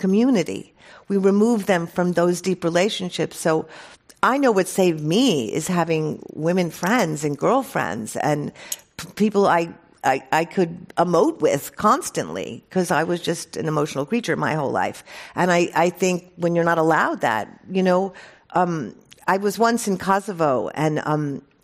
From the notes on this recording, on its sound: This program was recorded in front of a live audience at The Commonwealth Club of California in San Francisco on June 11th, 2019.